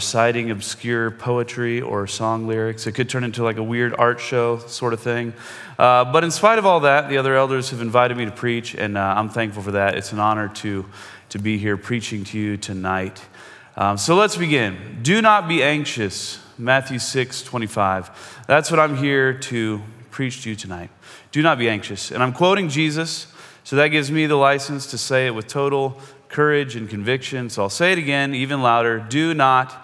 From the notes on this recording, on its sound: Most of this podcast is a sermon that he preached at Cross and Crown Church in Seattle.